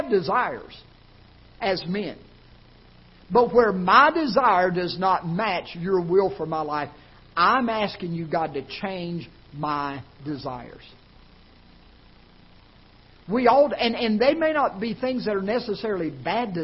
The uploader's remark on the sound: Ketha Heights Baptist Church ~ Live Broadcast